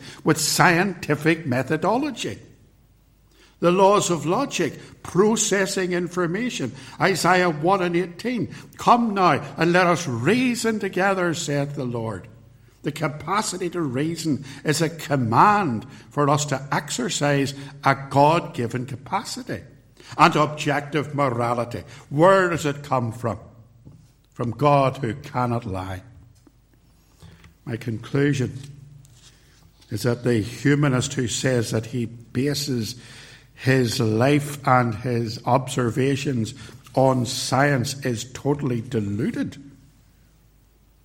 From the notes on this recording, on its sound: recorded at Templepatrick Reformed Church